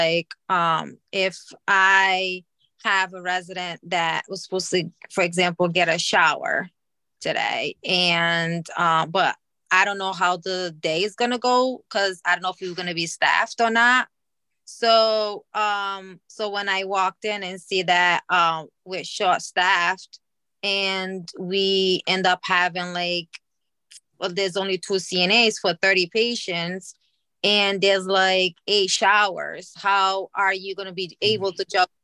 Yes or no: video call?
yes